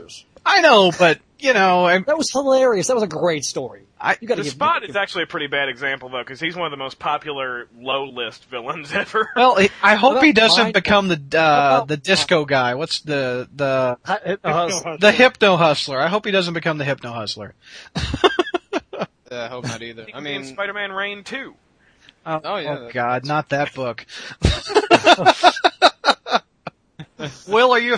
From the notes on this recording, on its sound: Episode 33: Live Callers. We then wrap up the show by taking live calls. Lets just say it was our funniest call in session yet!